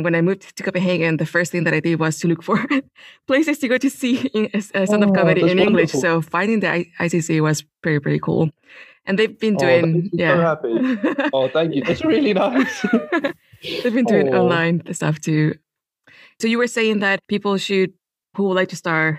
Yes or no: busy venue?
no